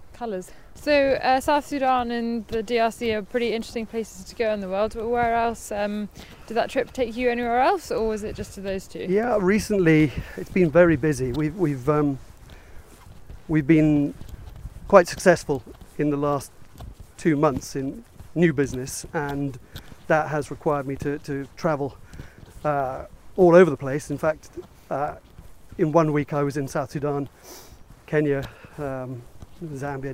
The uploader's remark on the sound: Walking around Ardington House in Oxfordshire